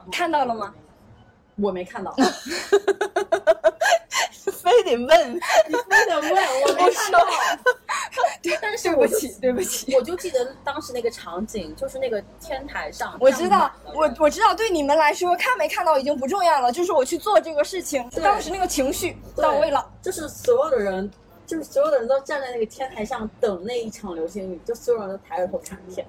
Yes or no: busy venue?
yes